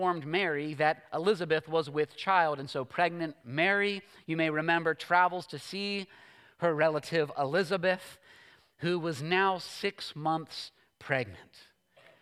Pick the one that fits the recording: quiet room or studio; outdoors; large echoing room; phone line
large echoing room